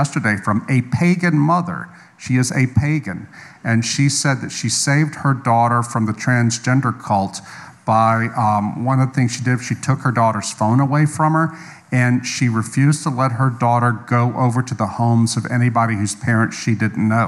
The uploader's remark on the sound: live at Conduit Church